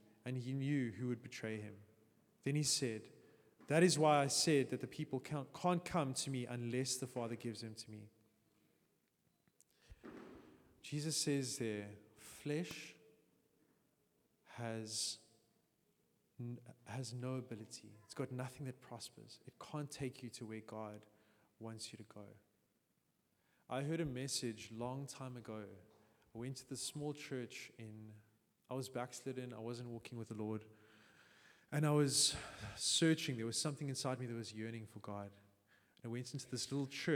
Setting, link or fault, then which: setting, large echoing room